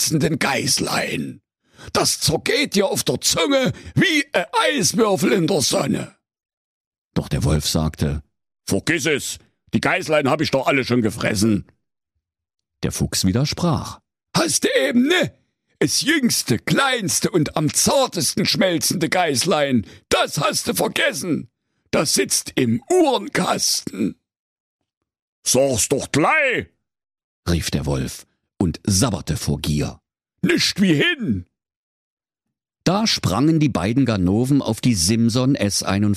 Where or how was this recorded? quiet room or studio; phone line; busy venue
quiet room or studio